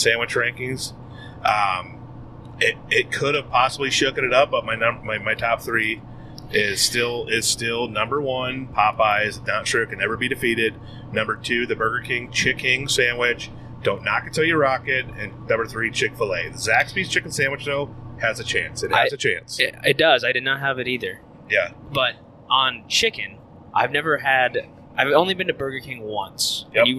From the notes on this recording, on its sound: This episode was recorded while actually on the road, so pardon the road noise and not as nice as usual quality.